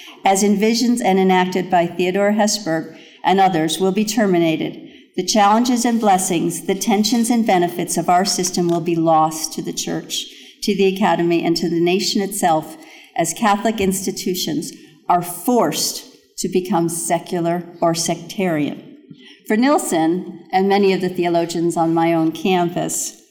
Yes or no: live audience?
yes